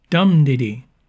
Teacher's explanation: Dactyl, stressed, unstressed, unstressed